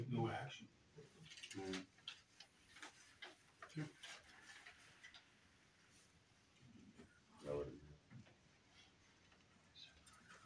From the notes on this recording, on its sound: AUDIO - March 14, 2023 Sac City Council Meeting